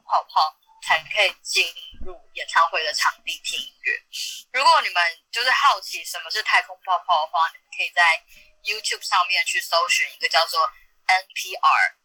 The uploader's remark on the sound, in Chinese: Clubhouse的電話錄音就是悲劇一場。